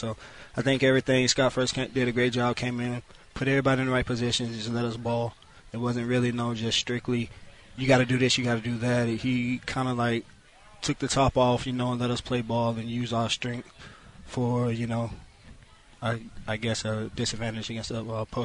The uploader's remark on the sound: live from Browns training camp in Berea